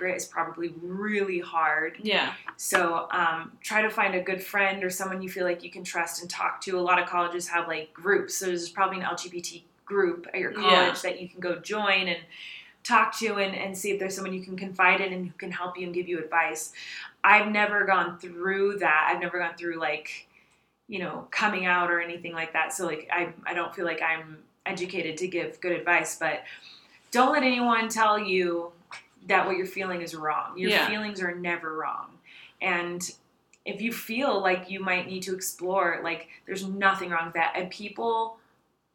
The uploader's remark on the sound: Sorry for the echo, a hotel room is very unforgiving